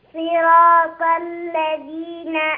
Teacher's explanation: بيني الصاد كده قوية، خليها قوية مفخمة